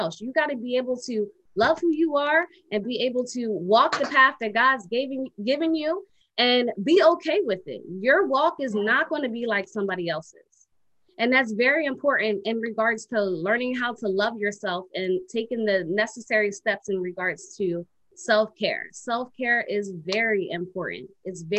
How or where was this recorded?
video call